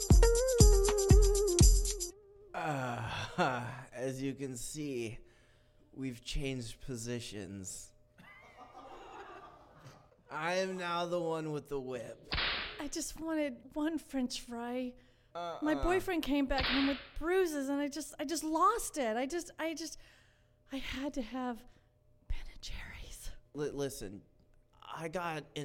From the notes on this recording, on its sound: For our New Year's show, we asked the audience at 50 Mason.